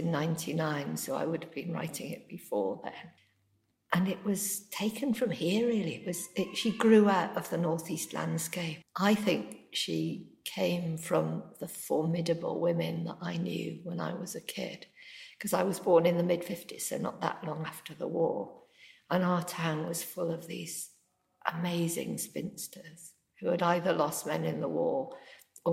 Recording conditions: echo